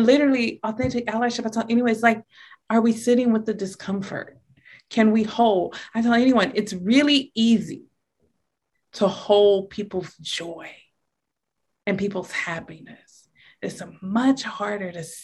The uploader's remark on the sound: Note: Please note that this is an audio recording from a Zoom meeting and may include language not relevant to a podcast setting.